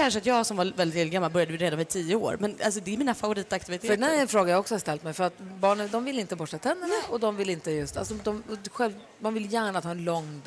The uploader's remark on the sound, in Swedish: Live från Arlanda! Tävlar med resenärer på plats!